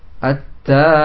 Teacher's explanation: langsung masuk pada ta, hilang lamnya